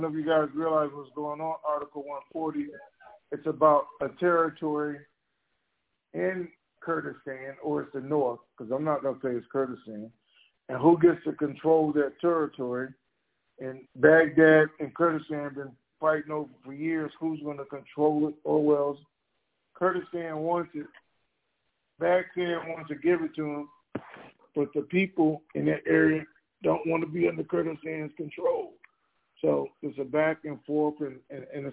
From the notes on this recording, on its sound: TNTSuperfantastic Conference Call